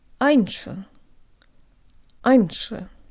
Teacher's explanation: when раньше is pronounced at the speed of normal conversation, the soft ñ will not release at all, meaning that the end of the sound is not produced.